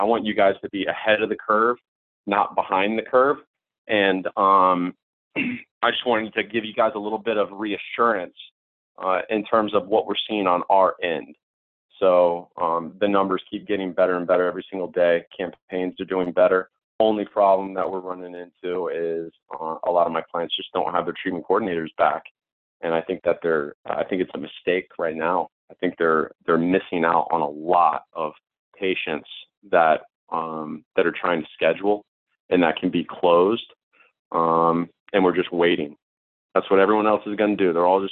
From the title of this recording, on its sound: Recording: TCI Doctors Call May